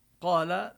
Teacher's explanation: قال الألف نمدها مدا طبيعيا والقاف مفخمة